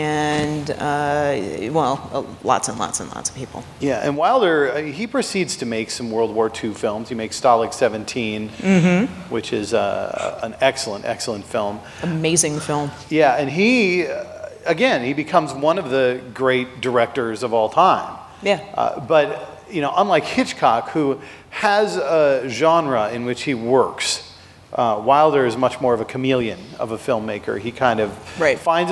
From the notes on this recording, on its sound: our recording at Pepito’s